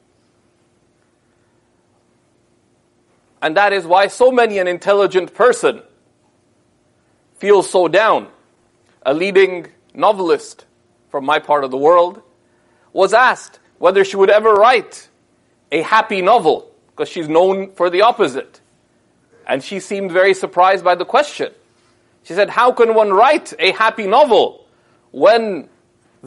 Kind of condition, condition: setting, large echoing room